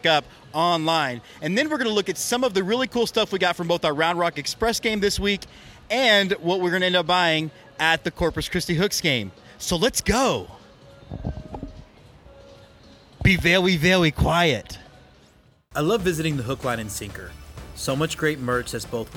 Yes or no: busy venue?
yes